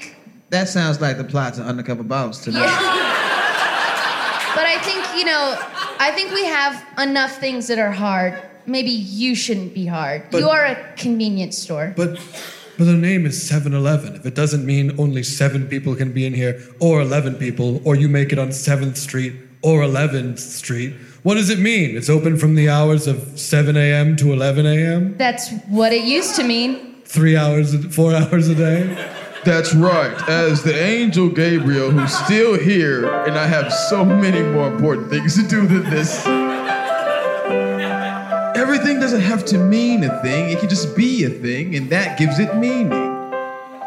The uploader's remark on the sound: live from the Moontower Comedy Festival